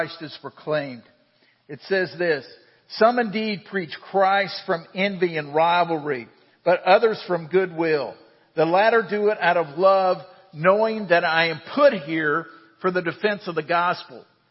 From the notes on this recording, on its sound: Central Round Rock is a family of Christ-followers. This podcast is an audio archive of our Sunday Morning sermons.